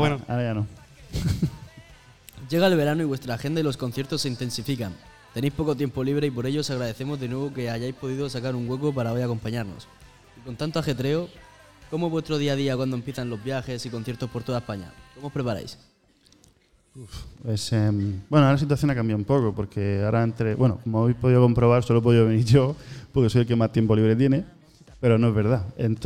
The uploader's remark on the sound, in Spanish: Todo el equipo REC se trasladó de nuevo hasta el Auditorio La Lonja de Orihuela para celebrar unas jornadas de radio en directo.